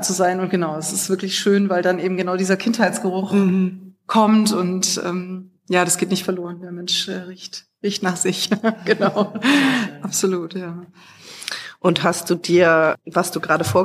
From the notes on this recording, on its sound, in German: Unserem Live-Podcast, diesmal im Rahmen des „Memento Mori Festivals" in Wien.